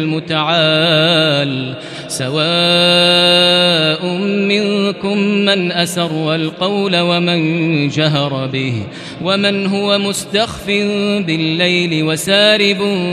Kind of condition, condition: setting, large echoing room